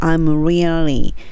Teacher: R で始まって L で歯の裏につけて really になります